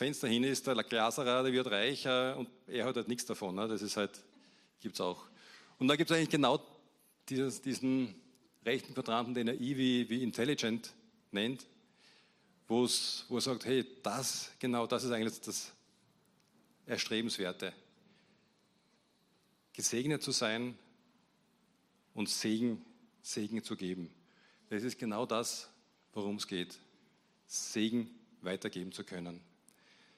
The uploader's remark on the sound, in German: Gottesdienst live aus der LIFE Church Wien.